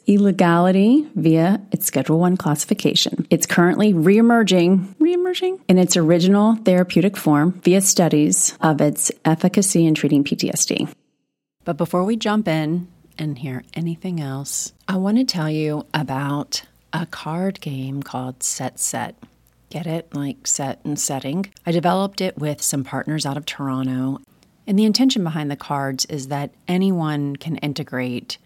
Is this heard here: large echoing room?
no